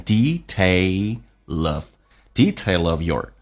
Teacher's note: L 可以跟 of 形成个连音，那 L 就放后面，只能发一次，就变成 detail of your.